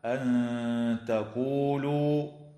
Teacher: تخفى النون الساكنة عند التاء مع الغنة مرققة